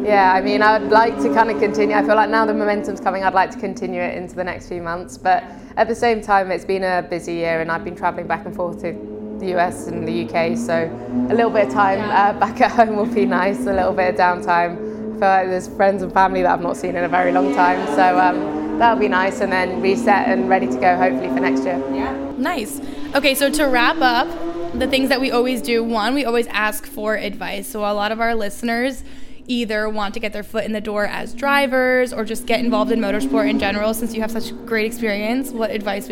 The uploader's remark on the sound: Live From IndyCar. In California ahead of her season finisher at Laguna Seca.